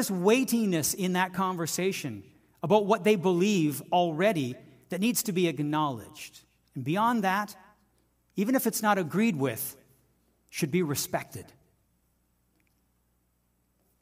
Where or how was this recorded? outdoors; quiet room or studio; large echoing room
large echoing room